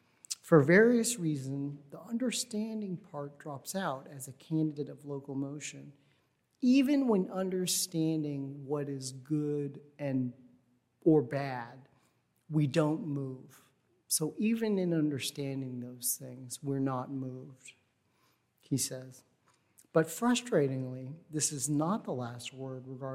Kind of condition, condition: setting, large echoing room